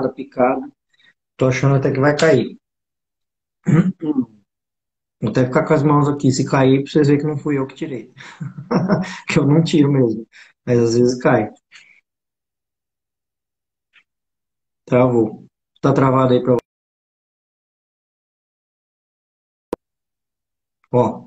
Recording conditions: video call